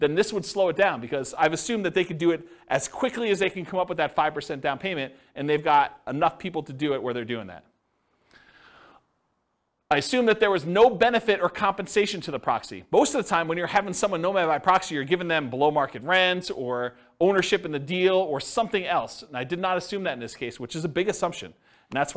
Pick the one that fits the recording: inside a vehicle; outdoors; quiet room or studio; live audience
live audience